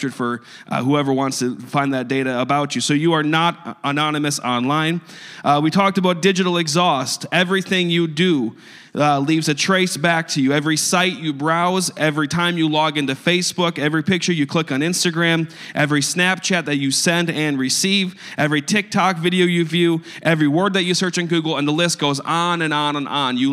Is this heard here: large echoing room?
yes